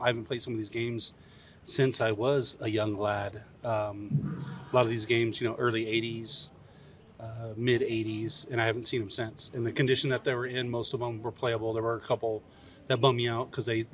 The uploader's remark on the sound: Live at CA Extreme. Live from CA Extreme in Santa Clara!